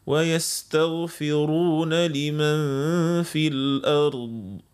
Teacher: بيعنا هنا يستغفرون، نفخموا الراء شوية، ويستغفروا رو مش رو، ويستغفرون لمن في الأرض.